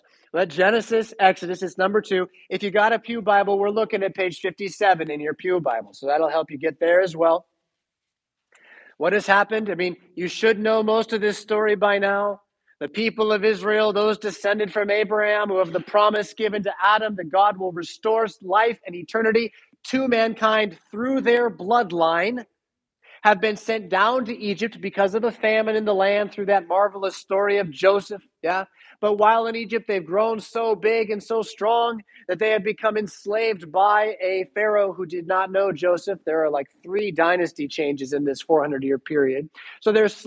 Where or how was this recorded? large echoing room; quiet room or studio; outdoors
large echoing room